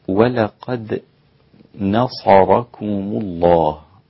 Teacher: انتبه إلى الدال المقلقلة رقيقة جدا